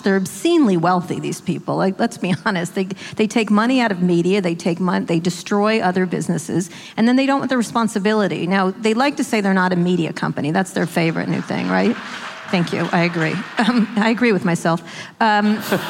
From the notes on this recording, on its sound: a live taping of their podcast, Pod Save America, in Oakland, California